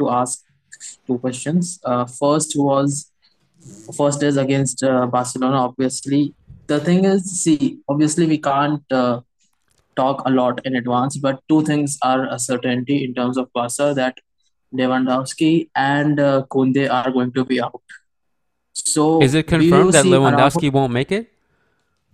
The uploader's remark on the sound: This was a small clip from last week’s Managing Madrid live Zoom podcast. Including an interactive Q&A session.